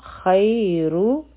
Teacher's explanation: خیر خا غټ حرف دی او د فتحه نه پس چې یا راشي نو دا حروفي لین دي، دا به نرم وایو. را به غټه وایو ځکه چې په دې باندې ضمه ده